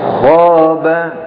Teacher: ketika mengucapkan kho, ya, pangkal lidahnya naik · Term: tafkhim